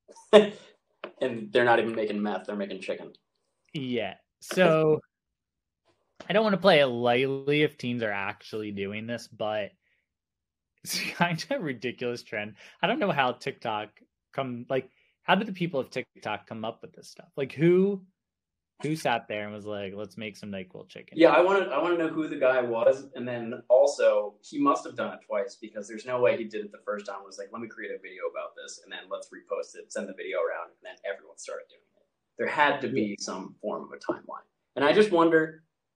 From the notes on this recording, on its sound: Apologies for any technical deficiencies in the recording. I used a new recording tool and ran into some issues.